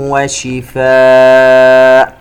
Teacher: كلمة شفاء فيها مد متصل يمد بمقدار 4 حركات